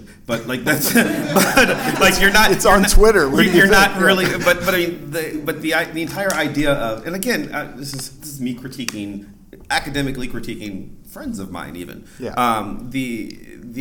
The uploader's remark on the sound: A very special episode recorded live at the 2019 TheoCon held at Messia College.